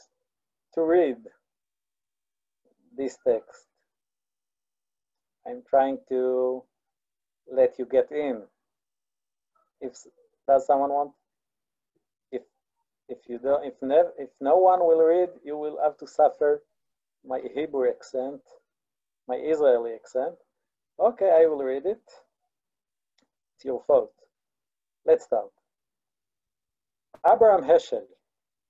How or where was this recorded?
video call